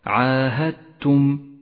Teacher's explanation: تدغم الدال بالتاء وتشدد التاء ولذلك لونت الدال بالرمادي لأنها لا تلفظ عاهدتم. · Term: الإدغام المتجانس